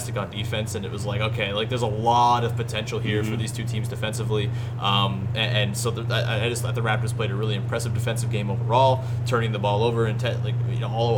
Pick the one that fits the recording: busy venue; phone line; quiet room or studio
busy venue